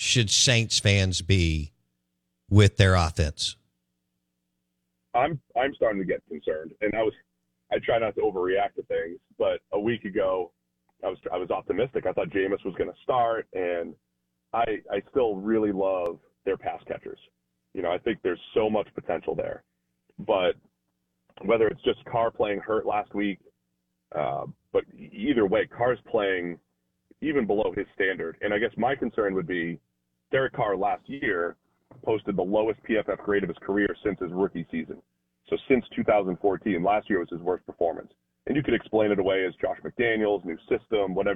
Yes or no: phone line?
yes